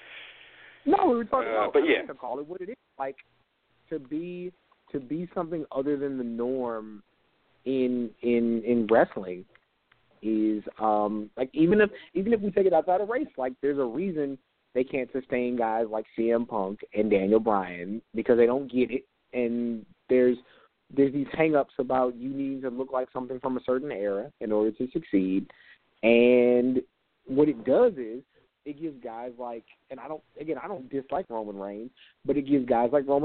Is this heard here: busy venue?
no